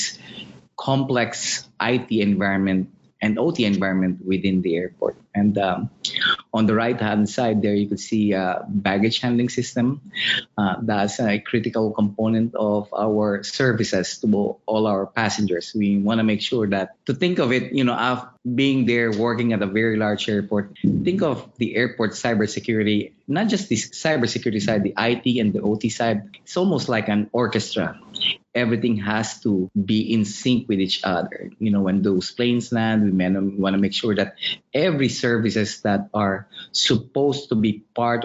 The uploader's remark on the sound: The webinar concluded with a Q&amp;A session with all three speakers.